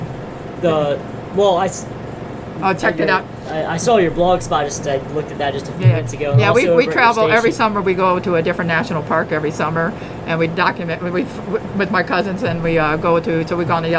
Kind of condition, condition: setting, busy venue